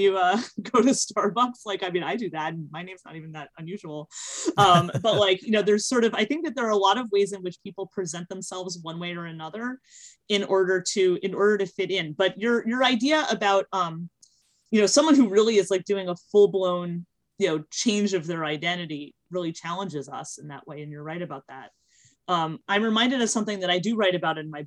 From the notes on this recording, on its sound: This live recording was made November 1st on Twitter Spaces